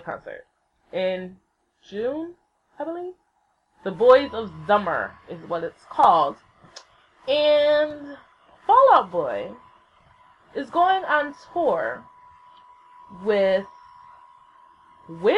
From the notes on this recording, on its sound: The sound quality is a little funky. I didn't realize how loud the laptop is, but I cleaned it up the best I could, sorry.